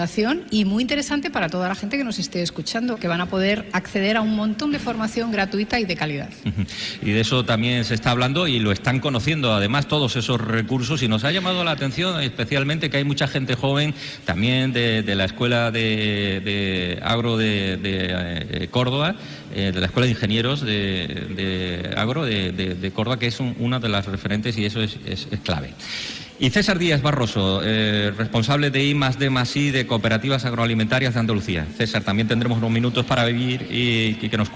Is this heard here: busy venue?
yes